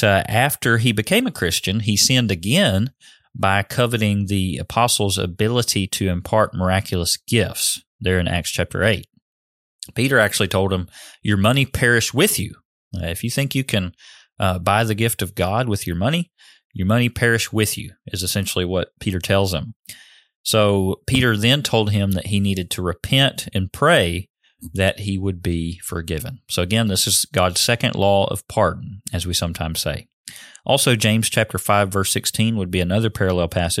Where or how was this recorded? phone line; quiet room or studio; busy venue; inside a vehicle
quiet room or studio